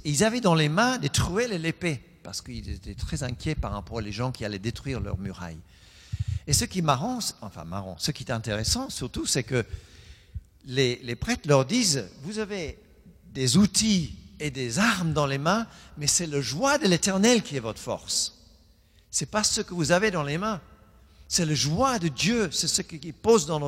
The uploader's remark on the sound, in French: Enregistré à l'église CVV, le 04/10/2020